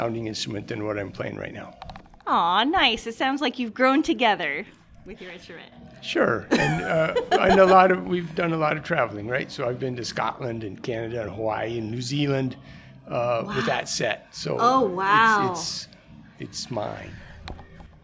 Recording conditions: busy venue